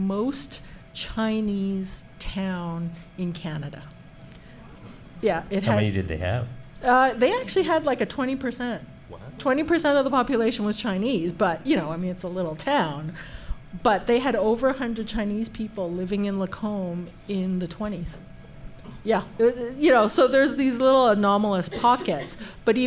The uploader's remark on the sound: He flew in from Winnipeg to join us for a live panel at the Mercury Room to find out the answer.